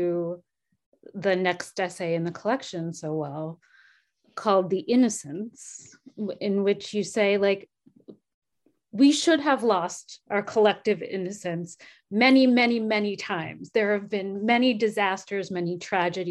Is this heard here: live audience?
no